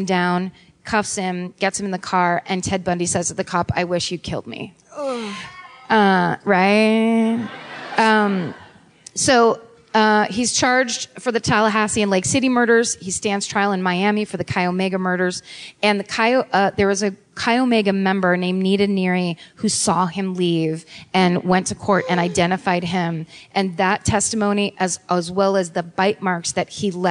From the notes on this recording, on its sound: Live at The Neptune. Live in Seattle.